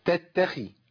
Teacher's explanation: ما تفخمش الخاء زياده عن اللازم، لان الخاء هنا ايه؟ مكسوره ضعيفه